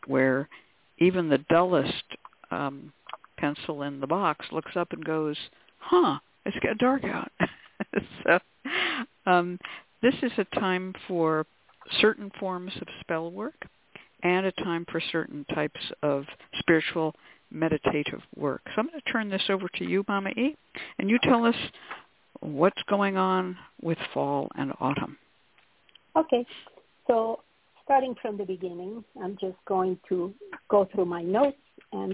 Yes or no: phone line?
yes